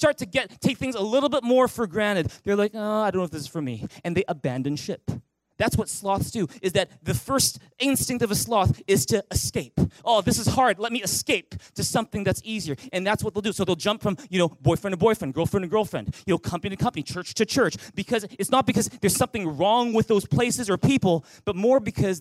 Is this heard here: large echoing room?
yes